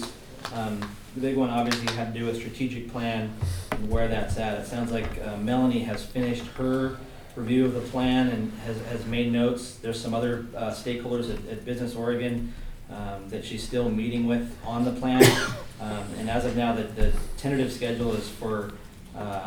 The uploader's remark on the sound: Live recording of the Port of Astoria Commission meeting, held at the Seaside Library Community Room